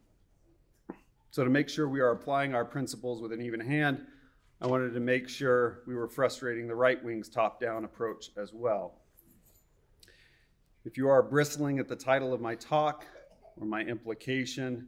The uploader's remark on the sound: Recorded October 22, 2021 at the 2021 Fall Forum in Moscow, Idaho.